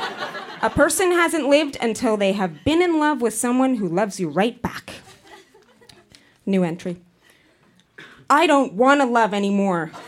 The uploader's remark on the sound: Recorded live at Yuk Yuk's in Ottawa, ON.